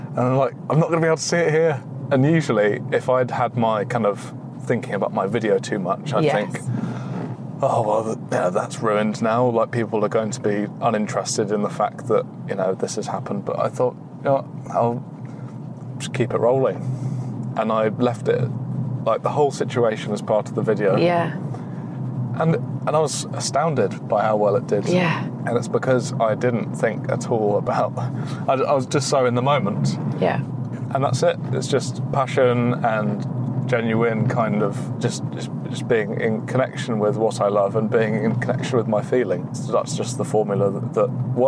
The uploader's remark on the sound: we matched him with an Alpina B4 for a trip